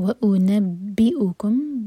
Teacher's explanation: با پر شدہ با سٹرانگ حمزہ پر کٹ آف ساؤنڈ